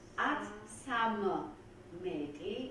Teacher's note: Georgisch hat keine Geminate. Also das heißt, wenn zwei gleiche Konsonanten zusammenkommen, sie werden verschmolzen.